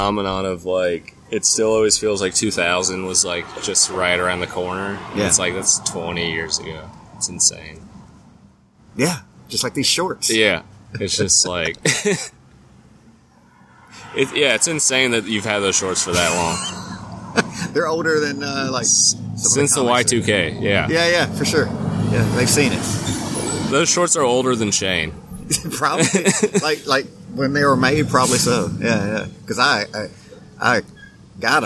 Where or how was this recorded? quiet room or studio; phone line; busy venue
busy venue